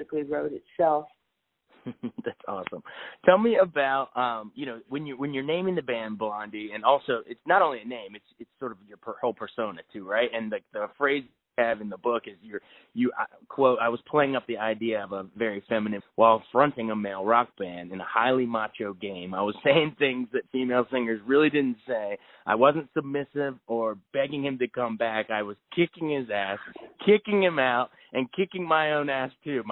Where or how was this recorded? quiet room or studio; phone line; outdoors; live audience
phone line